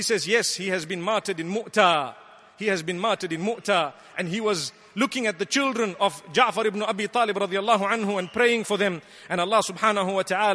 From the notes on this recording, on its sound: Delivered at Tuanku Mizan Zainal Abidin Musjid